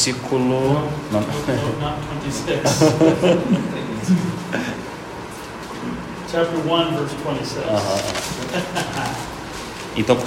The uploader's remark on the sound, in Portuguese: Audio gravado na Igreja Batista Jardim Minesota.